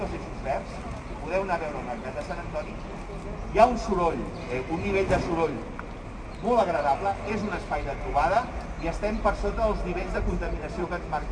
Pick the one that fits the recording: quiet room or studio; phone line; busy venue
busy venue